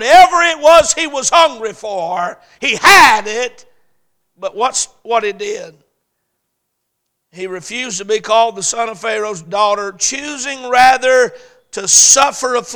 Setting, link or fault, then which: setting, large echoing room